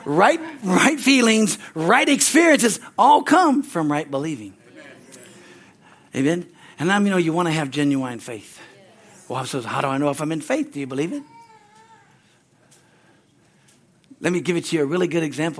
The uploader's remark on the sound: Sunday, January 7, 2024 at Harvest Bible Church in Stockton, CA.